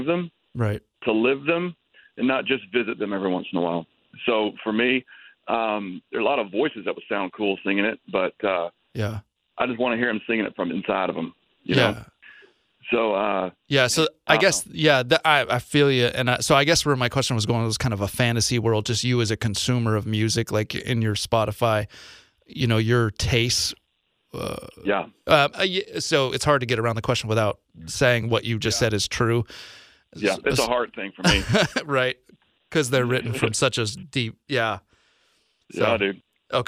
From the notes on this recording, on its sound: On the Batphone!